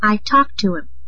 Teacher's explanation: Note that the H of him isn't really heard.